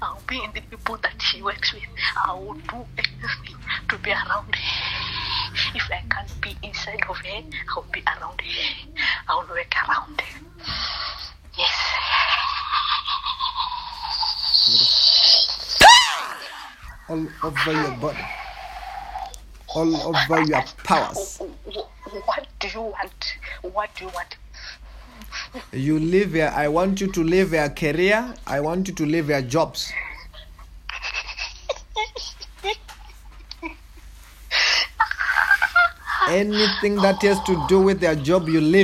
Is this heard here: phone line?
yes